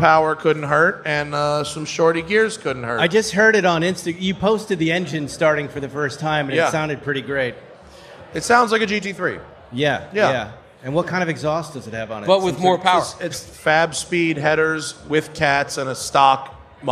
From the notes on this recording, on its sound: Recorded live at Luftgekuhlt 8.